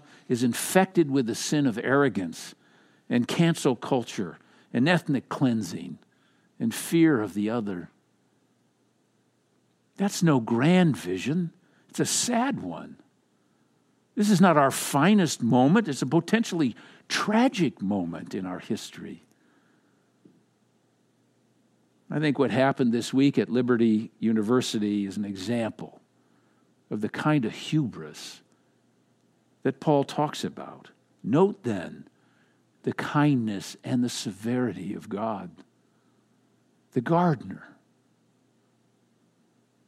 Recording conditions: large echoing room